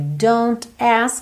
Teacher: Juntou pelo N. Não falou o T.